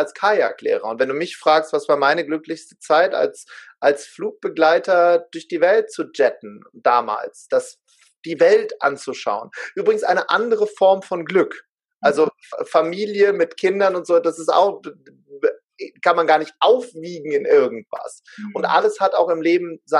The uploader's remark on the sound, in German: er war live und in Farbe mit mir im Zoom